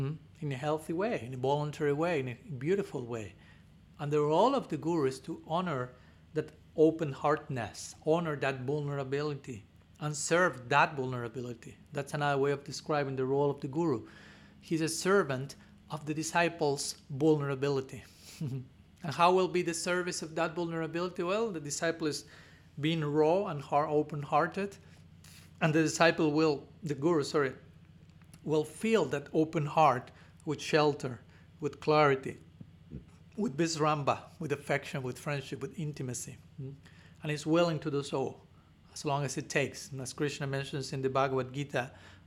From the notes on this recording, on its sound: given at Radha-Gopinatha Mandira on March 14, 2023